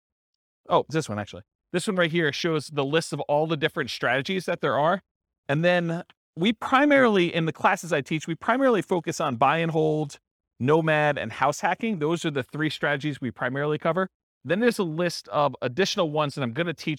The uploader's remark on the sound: This was a live class recorded.